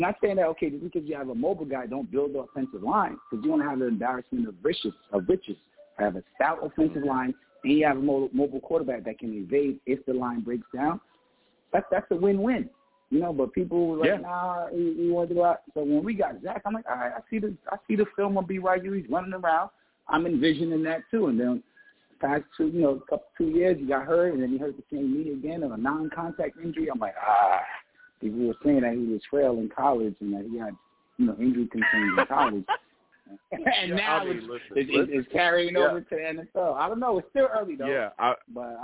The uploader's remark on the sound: I will also take live callers!